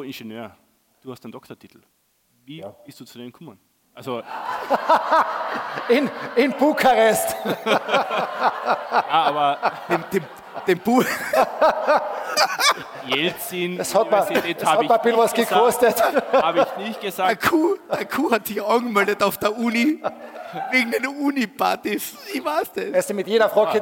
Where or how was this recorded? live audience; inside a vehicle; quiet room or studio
live audience